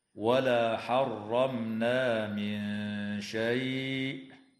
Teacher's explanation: وتفخم اللام في اسم الله لوقوع فتحة قبلها، وتظهر الميم الساكنة عند النون في كلمة حرمنا، وتخفى النون الساكنة عند الشين مع الغنة مرققة في قوله تعالى: من شيء.